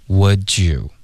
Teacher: 有一个 j 的音直接连发过去变音了